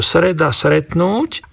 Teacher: na začiatku slov sa skupiny str zjednodušujú na sr